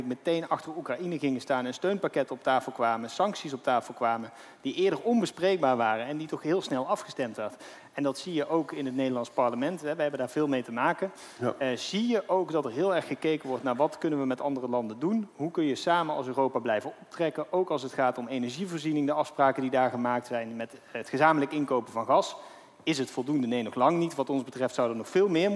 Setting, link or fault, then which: setting, busy venue